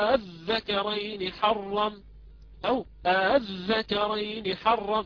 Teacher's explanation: في هذه الحالة قالوا لا، نبقي همزة الاستفهام، همزة الوصل الثانية نبقيها ولو أنها ضعيفة نبقيها، ولكن نمدها طويلا كما قلت ست حركات، يعني نبقيها طبعا ونبدلها ألفا ونمدها طويلا ست حركات، أو نسهلها حتى يعني ينتقل المعنى من إخبار إلى استفهام